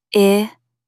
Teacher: Stress the second syllable